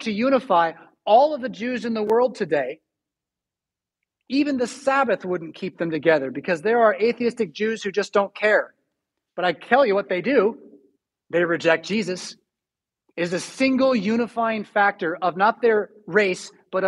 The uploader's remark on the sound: Preached at St Paul Lutheran Church , Rockford, Illinois on April 10, 2022.